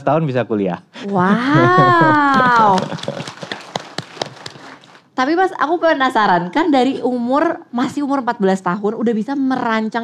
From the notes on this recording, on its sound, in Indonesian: Live On Stage di Malang supported by BNI. Ngorbol Sore Semaunya Live On Stage Kota Malang.